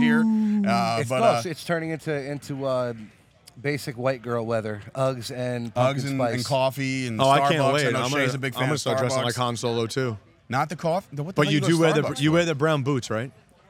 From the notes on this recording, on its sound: LIVE From "Premier Streaming Network Wrestling Showcase". The Chop Sports Fight Factory presents a LIVE/Recorded Broadcast from Metuchen, NJ for the Wrestling Showcase via Premier Streaming Network.